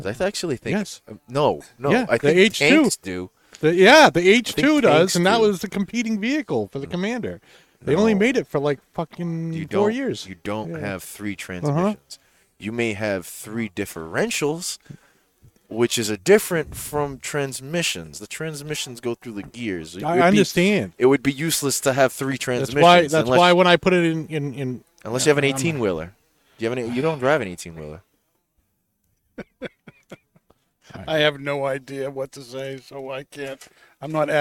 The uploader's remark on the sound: Recorded live from the 7-20-4 Lounge!